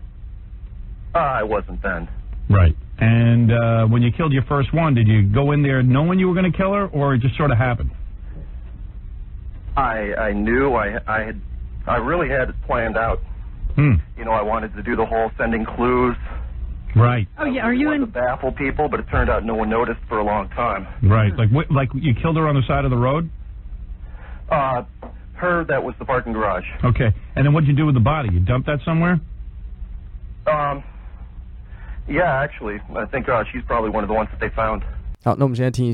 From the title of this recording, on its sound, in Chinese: call in 給廣播電台